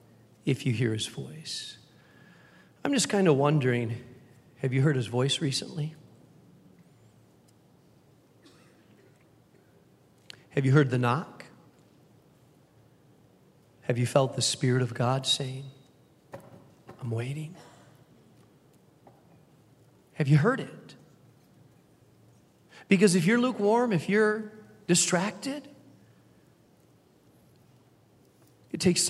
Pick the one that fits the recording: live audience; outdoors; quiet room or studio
live audience